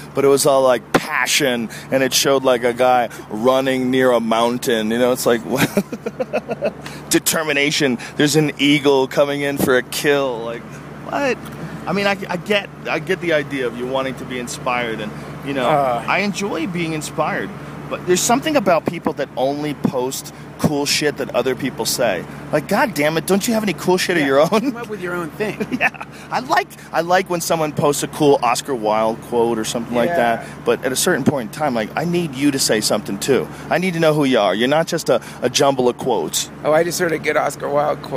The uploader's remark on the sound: A special edition of the podcast recorded live from an airplane.